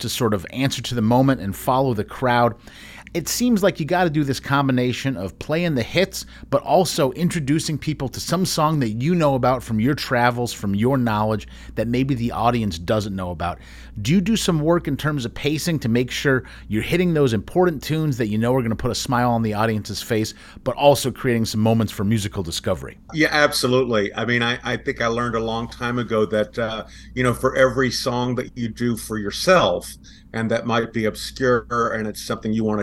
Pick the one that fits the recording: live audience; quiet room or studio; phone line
quiet room or studio